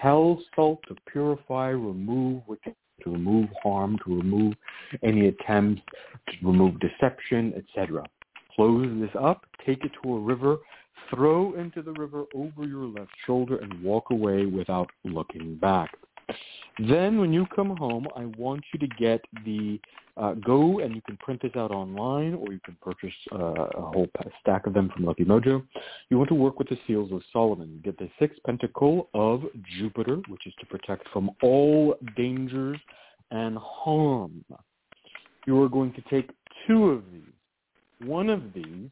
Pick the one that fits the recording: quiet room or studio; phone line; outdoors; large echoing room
phone line